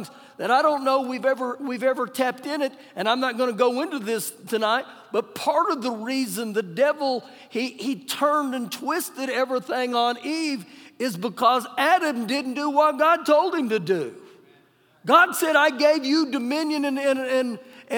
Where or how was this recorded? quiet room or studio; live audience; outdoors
live audience